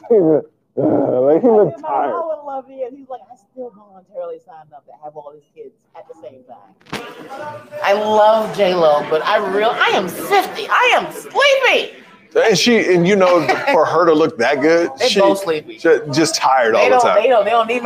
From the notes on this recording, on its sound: Live from The Comedy Cellar in Las Vegas.